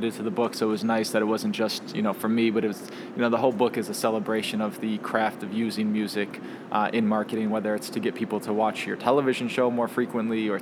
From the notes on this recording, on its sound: Recorded at SXSW 2016 for Illinois Entertainer, Chicago Inno, #ChicagoMade, and Dynasty Podcasts.